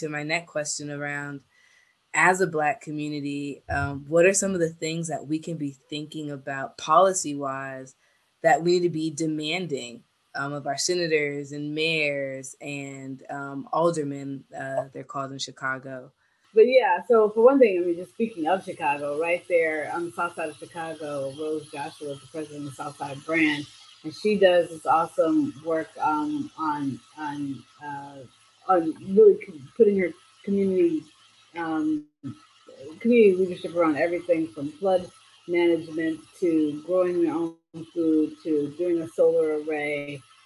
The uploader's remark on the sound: While she was in Gulf Coast Mississippi celebrating their Solar for All Project. Although we had a bit of trouble with our audio during our conversation.